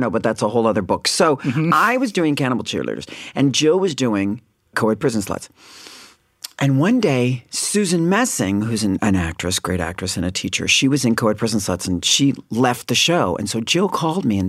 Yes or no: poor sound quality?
no